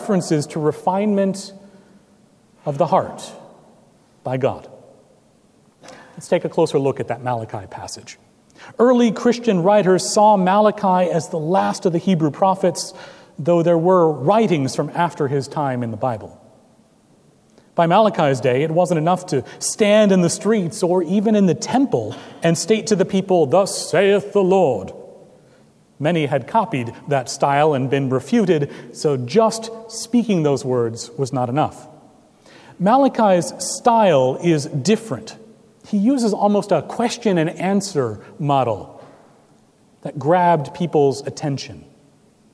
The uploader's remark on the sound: at Trinity Presbyterian Church in Bixby, Okla.